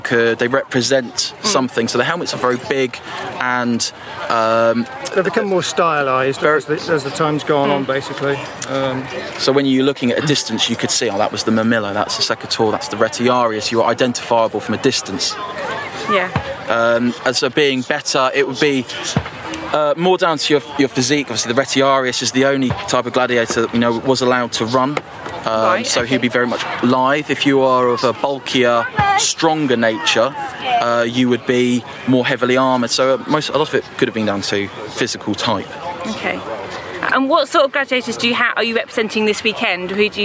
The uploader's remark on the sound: English Heritage's History Live festival at Kelmarsh Hall in Northamptonshire